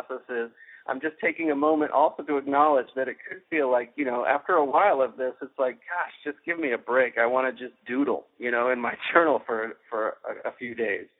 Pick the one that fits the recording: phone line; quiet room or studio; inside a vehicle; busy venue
phone line